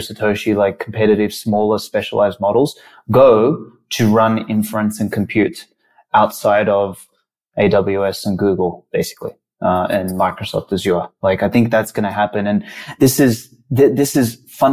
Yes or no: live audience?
no